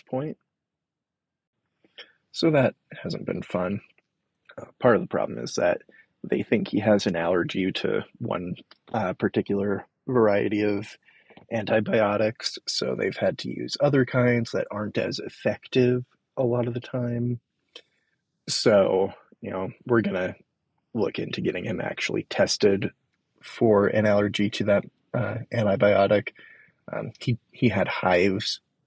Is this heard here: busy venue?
no